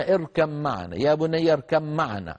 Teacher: فأغلب العرب يبدلون الباء ميما ويدغمون الميم في الميم، هذا أسهل عليهم، يقولون اركب معنا يا بني اركب معنا. · Term: الإدغام